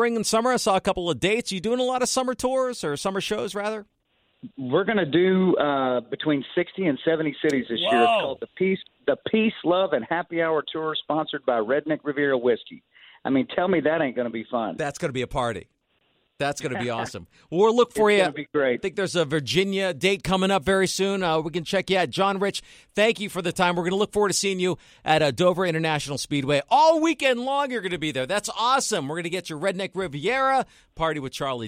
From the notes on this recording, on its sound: called in to talk